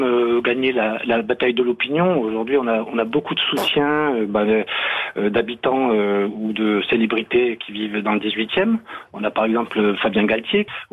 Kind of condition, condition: link, phone line